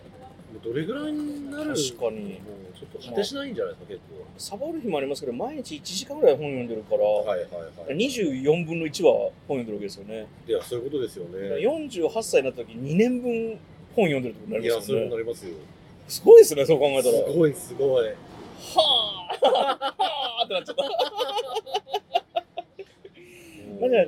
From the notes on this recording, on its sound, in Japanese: 東京にやってきた。上野の路上で雑に収録した今回の「ブックブックこんにちは」は、雑談多めの雑音多め。雑音というノイズはある。